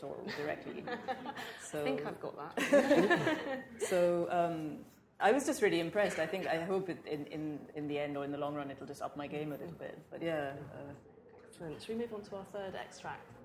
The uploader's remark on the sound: This episode is a live session from #ZEEJLFatBL2019.